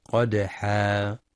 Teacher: وينتبه لتفخيم القاف في قدحا مع قلقلة الدال الساكنة والوقف بمد العوض بمقدار حركتين قدحا.